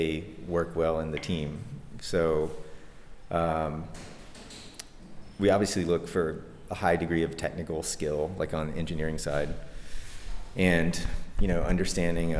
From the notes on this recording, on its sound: At the Hello Etsy conference (17-18 September 2011, Berlin)